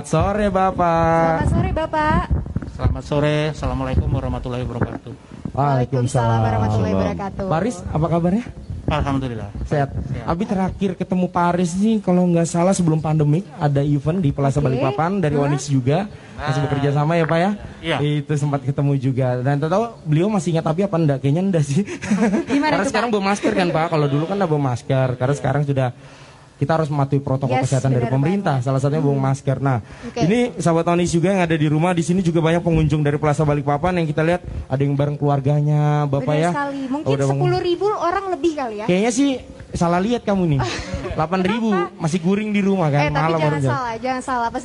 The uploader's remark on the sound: Perbincangan sore live dar Plaza Balikpapan